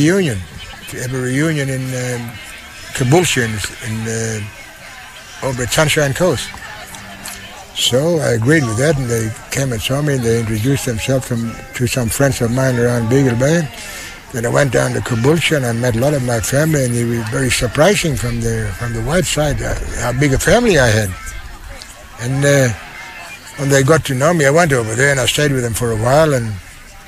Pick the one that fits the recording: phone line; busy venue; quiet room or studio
busy venue